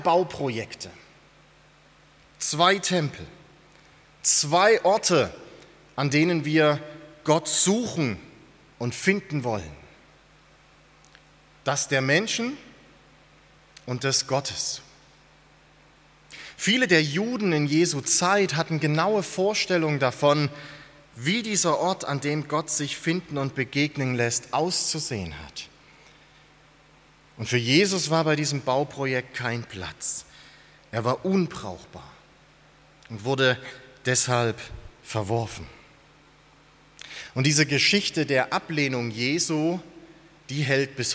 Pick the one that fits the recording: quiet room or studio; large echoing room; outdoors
large echoing room